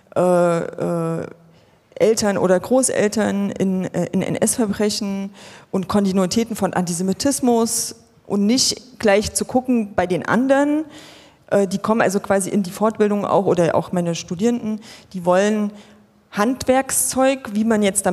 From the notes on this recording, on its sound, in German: Dies ist der Audiomitschnitt der 7.11.2019 in Wiesbaden geführten Podiumsdiskussion